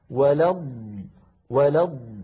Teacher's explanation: الضاد بارك الله فيكم تتألف من ضادين، الضاد الأولى ساكنة